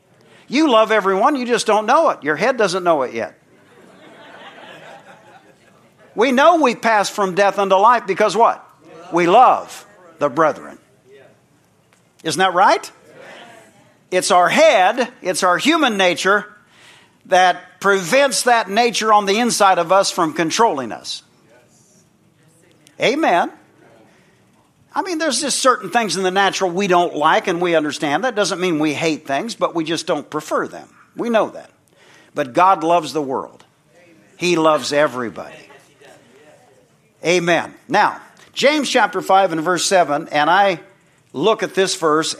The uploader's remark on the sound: from the Sunday morning service on August 13, 2023 at Harvest BIble Church in Stockton, CA.